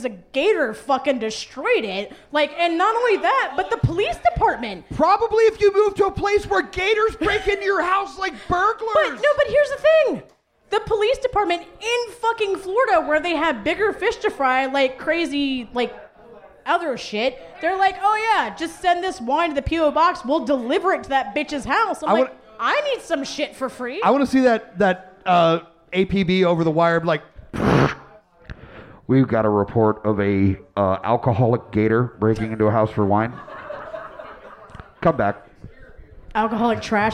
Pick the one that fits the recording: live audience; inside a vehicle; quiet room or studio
live audience